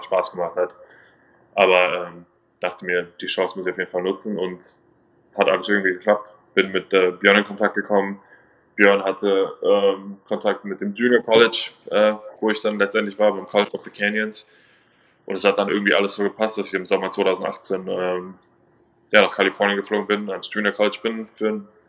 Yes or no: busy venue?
no